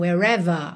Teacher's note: Wherever, porque o R tá juntando com ever ali.